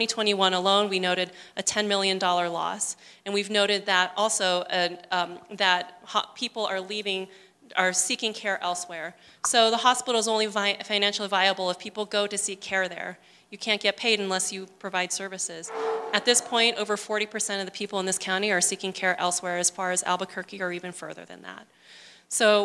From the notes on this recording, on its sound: Recorded at Angela's Cafe in downtown Gallup.